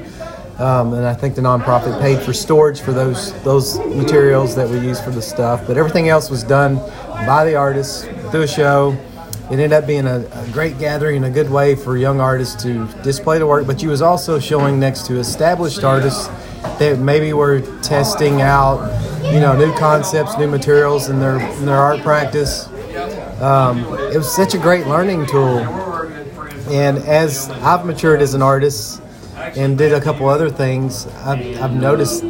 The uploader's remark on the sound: Recorded at Gabby’s in Wedgewood Houston area of Nashville